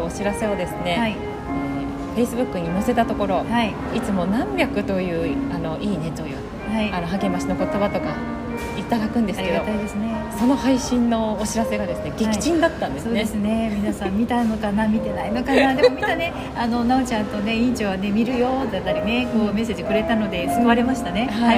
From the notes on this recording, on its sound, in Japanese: 初の屋外収録です！初めての対面での収録です。